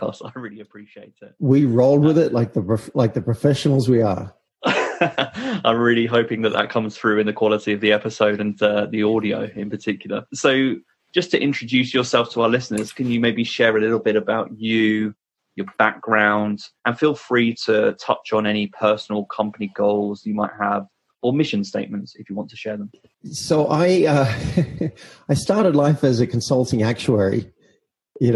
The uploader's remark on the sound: Apologises for the audio quality in this episode, I hit a few technical problems prior to recording and so we had to switch to using Zoom